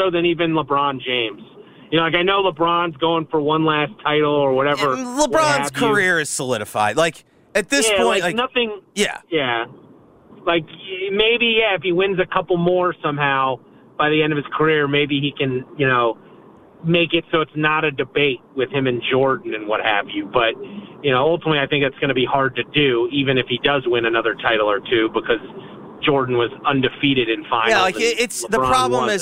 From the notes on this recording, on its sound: LIVE FROM MEDIA DAY AT GRIZZ.